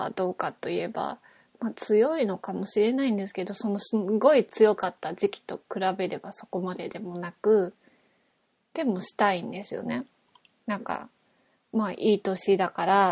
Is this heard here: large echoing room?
no